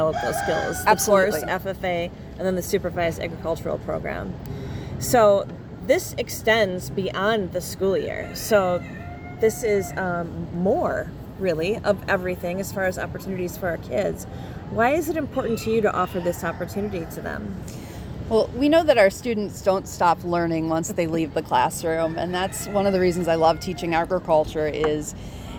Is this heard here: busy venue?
yes